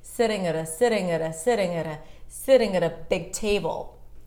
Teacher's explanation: the sitting is stressed, so I'm starting high, then I gradually drop down, sitting at a, and I keep going down for at a, or for utta.